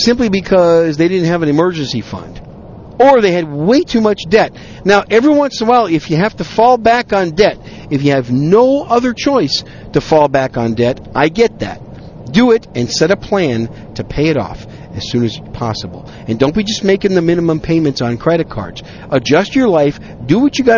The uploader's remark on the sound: on a drive home from a business trip, I decided to record some random thoughts